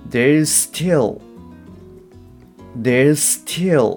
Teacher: is の z よりも still の s の方がはっきり発音されるんじゃないかなっていうふうに思います